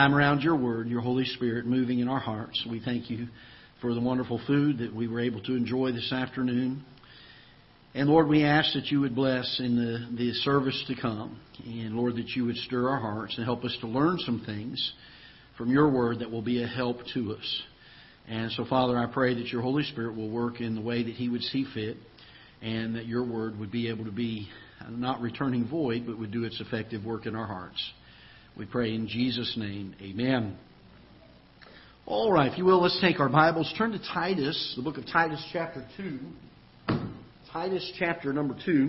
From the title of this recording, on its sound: Ketha Heights Baptist Church ~ Live Broadcast